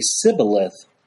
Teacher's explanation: the Ephraimites, with their accent, could not pronounce the sh sound. They could only pronounce the s sound.